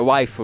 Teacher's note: A última sílaba é a sílaba tônica, é tipo, é waifu.